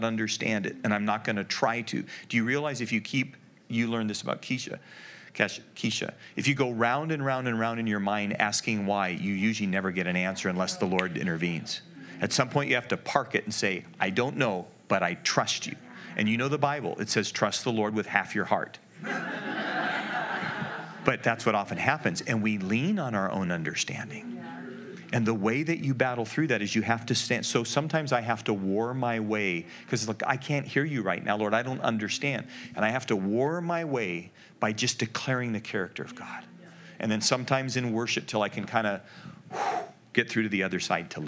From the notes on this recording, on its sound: The following audio comes from the National Disciple Making Forum by Discipleship·org